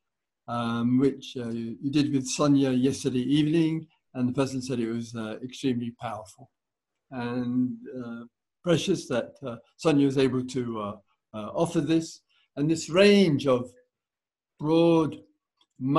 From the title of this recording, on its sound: Insight Zoom Retreat